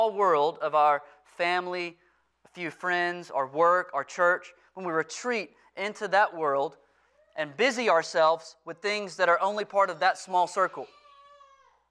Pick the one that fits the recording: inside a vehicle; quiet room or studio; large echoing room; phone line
large echoing room